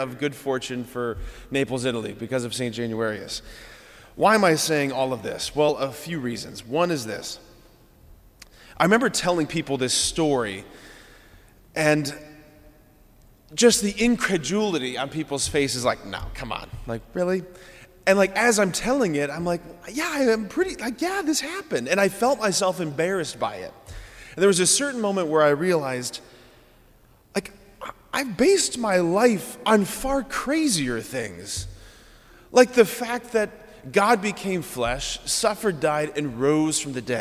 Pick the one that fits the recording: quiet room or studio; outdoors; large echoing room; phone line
large echoing room